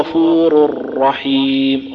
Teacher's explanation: نطقي للراء الثانية في رحيم أشد أطول صوتا من نطقي للراء الأولى في غفور · Term: التشديد